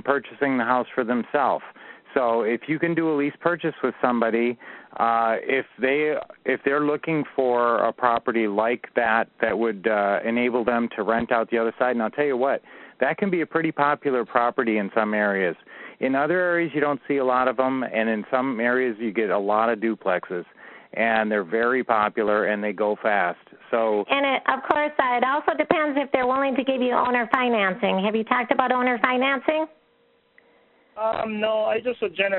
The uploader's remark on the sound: Q&A Call.